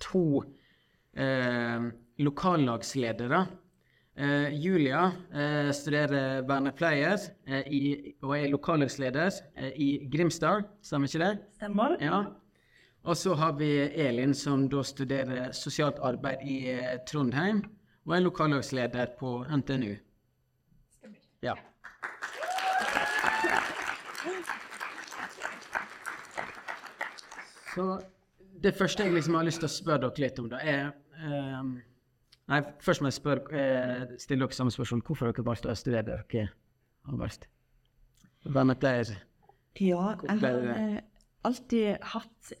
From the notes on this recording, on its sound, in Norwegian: Live fra studentkonferansen. 100 studenter fra hele landet samlet seg på Gardermoen for årets studentkonferanse.